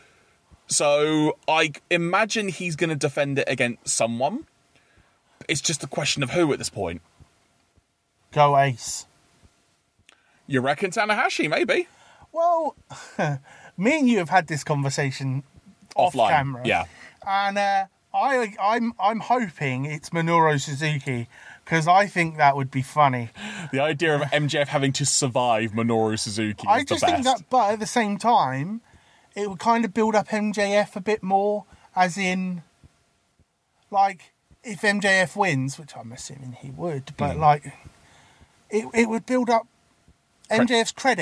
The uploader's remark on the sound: gather in the car studio